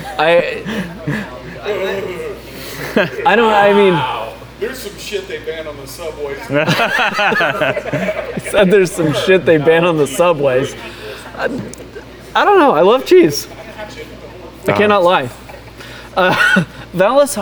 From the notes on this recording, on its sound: We stream this live from Elk Valley in Oklahoma City, Oklahoma with a live audience.